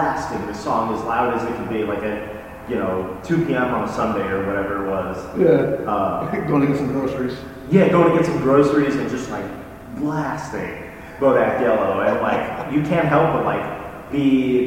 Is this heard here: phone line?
no